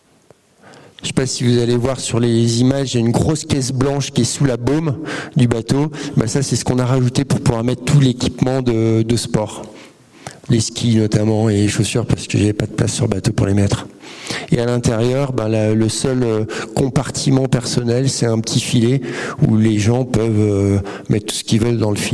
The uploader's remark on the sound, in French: Une conférence de l'ENSA, Ecole Nationale de Ski et d'Alpinisme.